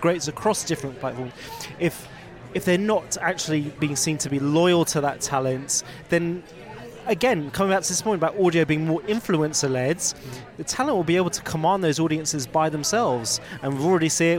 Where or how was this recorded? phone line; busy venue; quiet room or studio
busy venue